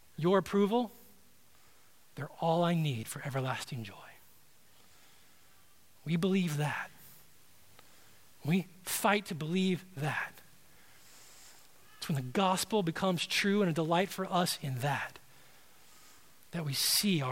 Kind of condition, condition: setting, large echoing room